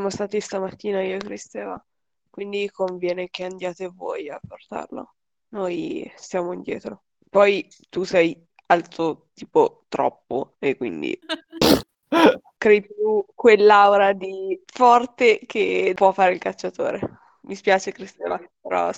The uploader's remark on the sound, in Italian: Purtroppo la qualità audio non è delle migliori, siamo dei poracci e giochiamo via Discord registrando con "Craig Records!", ma ci stiamo lavorando!